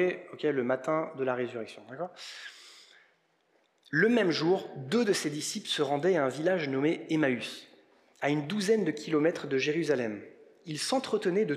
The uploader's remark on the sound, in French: Enregistré à l'église CVV, le 17/04/2022